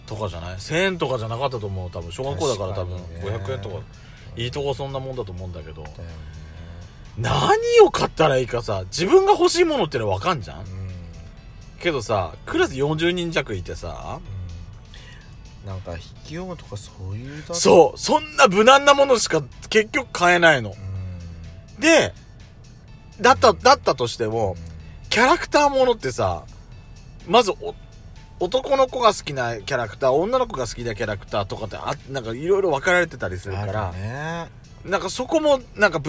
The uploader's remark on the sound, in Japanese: From Radiotalk。2人組。パーキング収録。